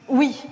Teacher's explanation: Vous voyez, c'est un oui un peu plus marqué, un peu définitif, presque solennel. Avec une petite fricative finale d'ailleurs, un oui.